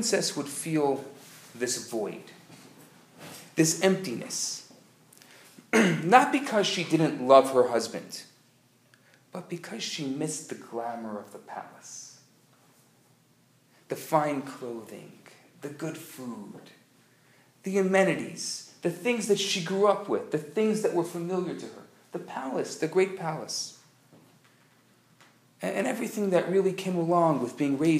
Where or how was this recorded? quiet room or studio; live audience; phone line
live audience